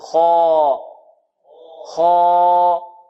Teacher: الألف فخمت إذا بعد المفخم